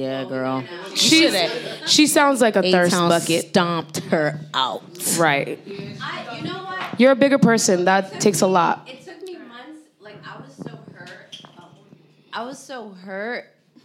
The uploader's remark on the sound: Spark Up went LIVE! Recorded live at Trade Pop-Up.